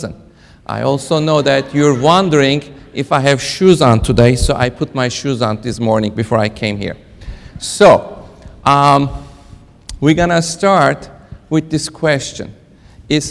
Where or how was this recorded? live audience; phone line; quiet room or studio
live audience